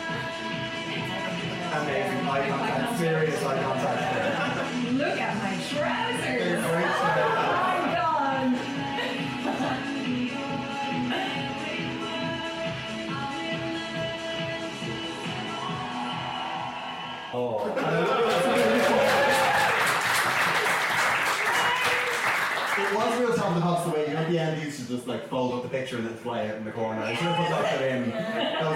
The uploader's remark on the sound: This is the first half of a show recorded live at the Dublin Podcast Festival 2017.